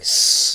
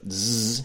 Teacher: So like S, like S, that's voiceless, but Z has voiced quality.